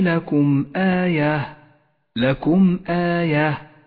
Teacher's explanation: الميم الساكنة وبعدها الهمزة، تظهر الميم إذا جاء بعدها همزة من غير غنة أو تشديد. · Term: الإظهار الشفوي